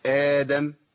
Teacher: آدم لأن بمد ألف بعد الهمزة · Term: مد البدل